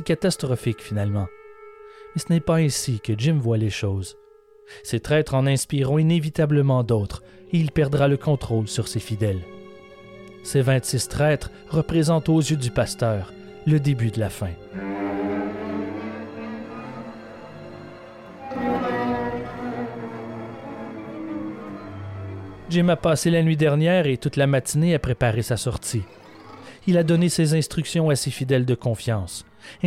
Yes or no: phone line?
no